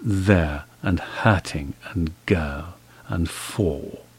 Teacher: this is a non-rhotic dialect, so R's following vowels do not colour them as they do in some other English dialects.